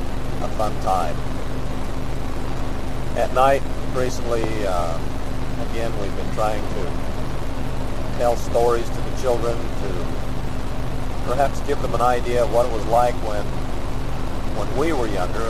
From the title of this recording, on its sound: Driving into work